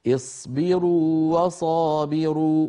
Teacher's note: التقى واوان والواو الأولى مدية لابد من إعطائها حقها من التطويل والمط الطبيعي